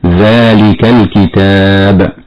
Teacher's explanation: الذال تخرج مما بين اللسان وأطراف الثنايا العليا، ولا بد من إخراج طرف اللسان عند النطق بها هكذا: ذلك الكتاب، مع مد الألف التي بعدها مدا طبيعيا وصلا ووقفا بمقدار حركتين.